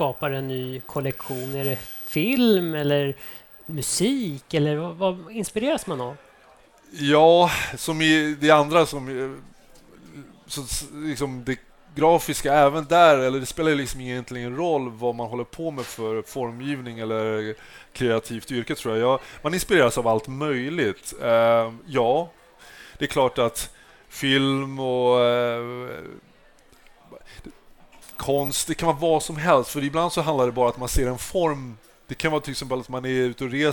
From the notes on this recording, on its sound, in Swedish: Varmt välkomna till ett exklusivt liveavsnitt av OptikerPodden. I månadens avsnitt sänder vi LIVE från Optikmässan 2024 på STOCKHOLM WATERFRONT CONGRESS CENTRE!